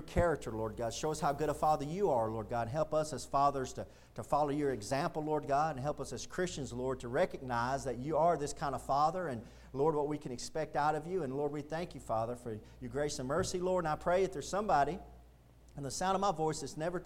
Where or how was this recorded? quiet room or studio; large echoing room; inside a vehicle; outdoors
large echoing room